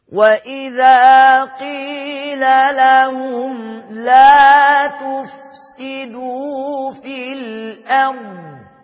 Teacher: يبقى انت تحرك تفخم الراء وتسكن الضاد بدون قلقلة